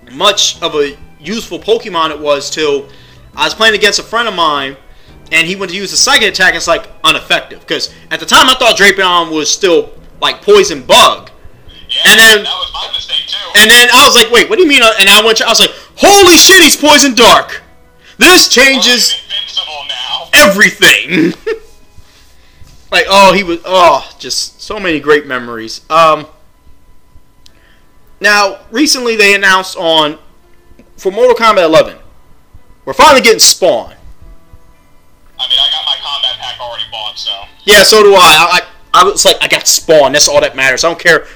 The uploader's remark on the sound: Cleaned up the audio as best I could and added some music.